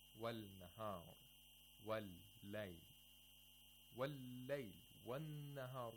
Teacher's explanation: We pronounce the sun letter with shatta, and this shatta is actually the lam that is being merged into the sun letter. And here the case is noon, so we have to observe hunna.